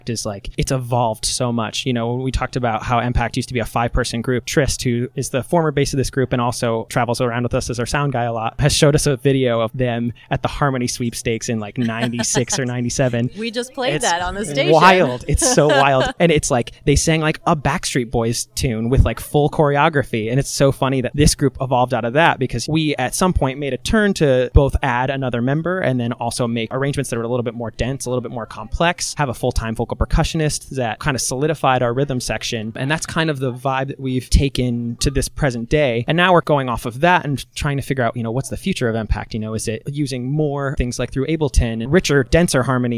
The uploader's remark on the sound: We caught up with the group at their first annual m-pact festival in Kansas City.